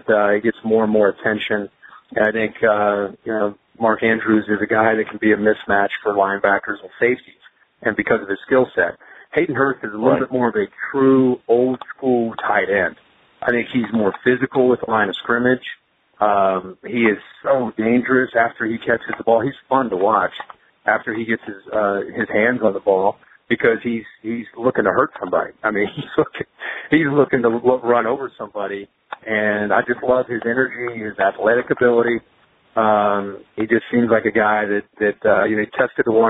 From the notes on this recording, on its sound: In this NFL Draft media conference call.